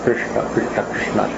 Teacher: R with the dot under it, the tongue is supposed to be bent back against the roof of the mouth · Term: retroflex